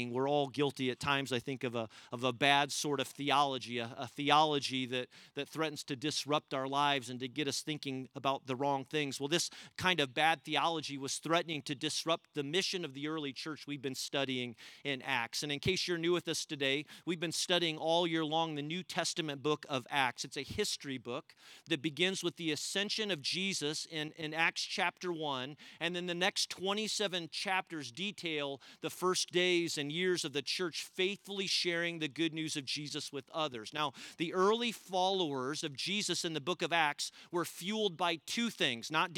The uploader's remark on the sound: We gathered as one church outdoors at the Carmel campus